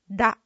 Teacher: 舌の先をくるくる回してラと発音します